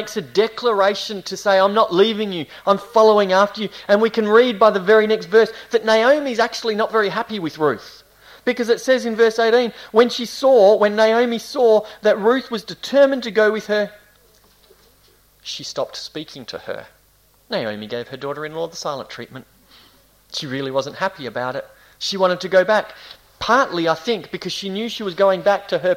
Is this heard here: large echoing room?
yes